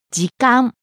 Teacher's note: Starting low, rising on the second syllable, か、staying high.